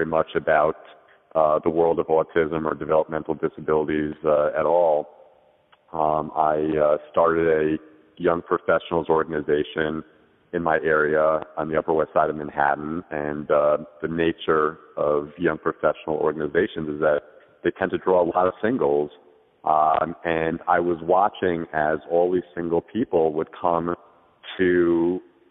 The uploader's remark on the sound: calls us from the airport